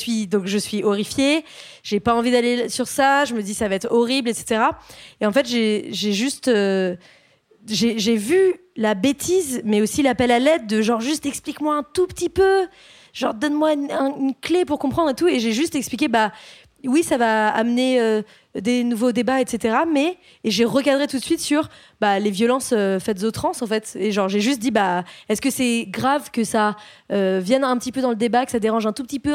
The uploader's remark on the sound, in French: Pour cet épisode spécial enregistré en public. Sur la scène du Trabendo à Paris. Cet entretien a été enregistré en public. Au Trabendo (Paris, 19e).